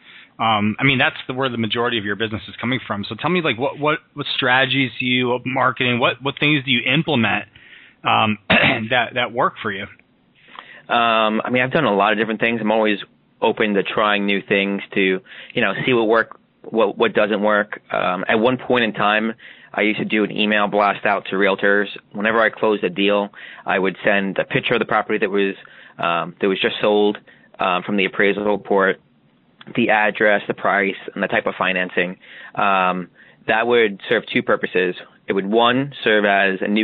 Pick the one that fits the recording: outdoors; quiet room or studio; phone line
phone line